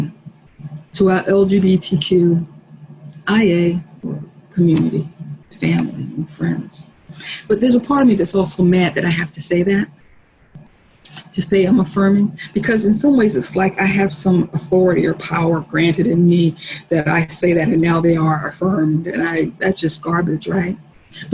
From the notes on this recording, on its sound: Our zoom streamed service